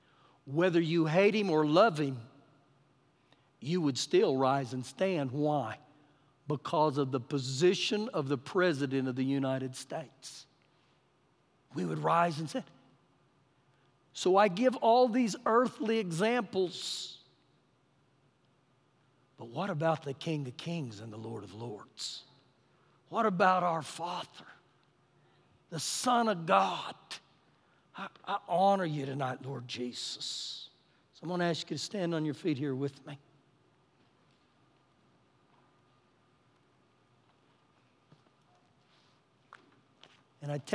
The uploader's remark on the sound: Recorded live during our Wednesday night service.